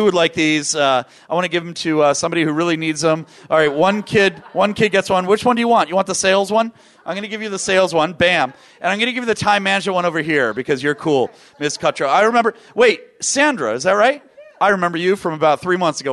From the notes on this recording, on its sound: VoiceAmerica Talk Radio Live from NetMob Premiere™